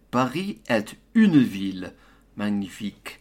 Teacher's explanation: Donc cette phrase, on doit faire la liaison avec le T. Pourquoi? Parce que le mot est, est, est suivi par une.